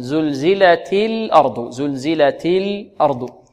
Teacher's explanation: الأرض عندنا اللام والهمزة مرققتان، وعندنا الراء ماذا؟ مفخمة.